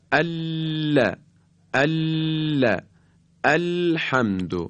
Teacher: پس باید نوک زبان رو در حرف لام به اصطلاح بچسبونیم به مرز بین لثه بالا و گودی سقف دهان.